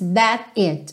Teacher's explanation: Ele dá realmente uma pequena pausa aí entre o that e o it.